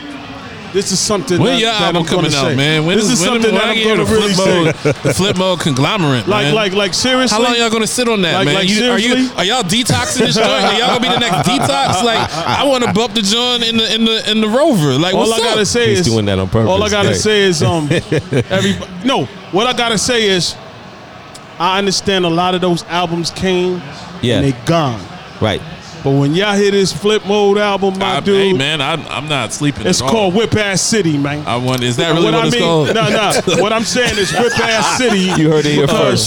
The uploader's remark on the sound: Live fro Dave & Buster's.